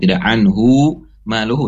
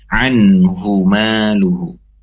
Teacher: Anhuma hu-nya tidak dua harokat · Shown in: second take · tidak anhu maluhu tidak, tapi anhuma luhu.